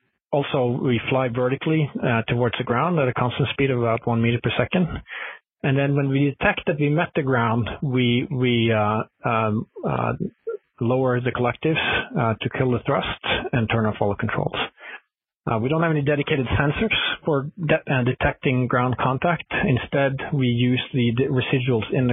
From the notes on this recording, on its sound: Future in Space Operation teleconference